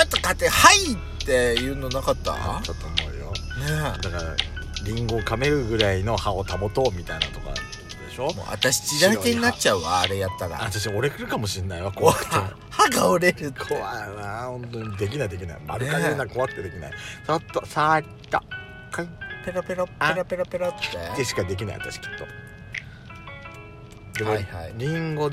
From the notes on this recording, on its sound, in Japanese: パーキング収録